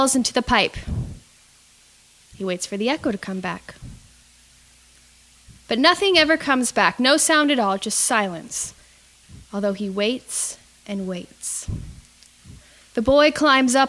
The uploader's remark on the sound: Recorded live: A Drabblecast story slam that took place March 27th 2014 in Baltimore Maryland at the EMP Art Collective.